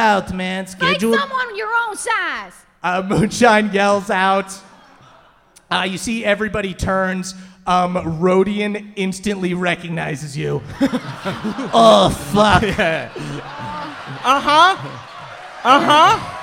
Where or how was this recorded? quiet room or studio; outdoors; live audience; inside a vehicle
live audience